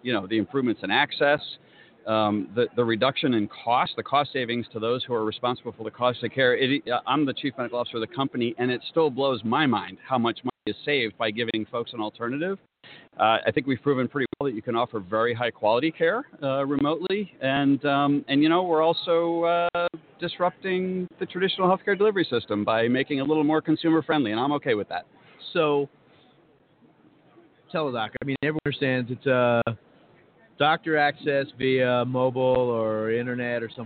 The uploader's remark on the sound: LIVE From #HIMSS17 Day One. The Health Information Management Systems Society (HIMSS) 2017 Annual Conference and Exhibution from the Orange County Convention Center in Orlando, Flo.